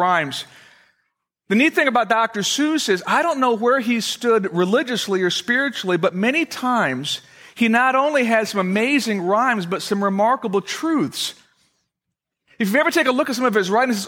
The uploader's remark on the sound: Originally recorded February 24, 2008, at Fellowship Missionary Church, Fort Wayne, IN.